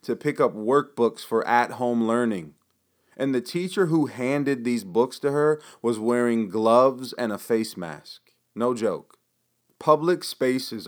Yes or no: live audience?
no